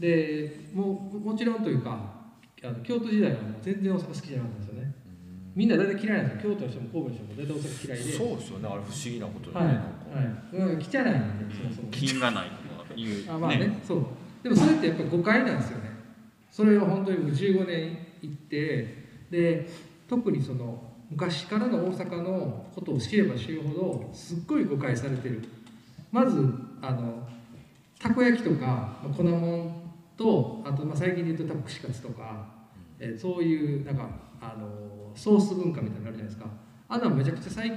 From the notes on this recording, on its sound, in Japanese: 2022年4月30日旧田島うるし工場で開催されたIN/SECTS CARAVAN 2022でのトークイベントの模様をお送りします。